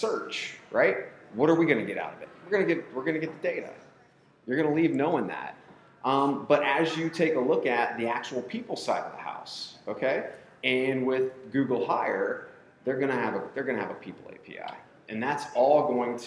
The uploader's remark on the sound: Live from Jobg8 Job Board Summit in New Orleans. The boys headed down the The Big Easy this week for a live podcast at the Jobg8 Job Board Summit.